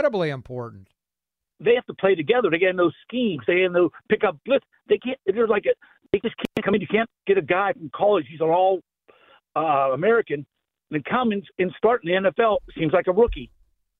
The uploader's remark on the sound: More open phone lines. More listener phone calls.